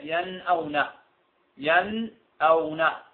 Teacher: إظهار في نفس ياش الكلف، نظهر النون ننطقها بصورة طبيعية ينأون ينأون، نون طبيعية خالية من التشديد خالية من الغنة